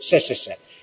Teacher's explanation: Es una S que casi es como una che, pero desafricada. · Term: apico-alveolar